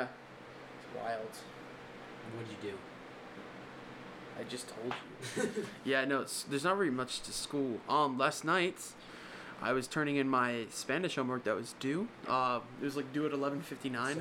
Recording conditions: sounds in the background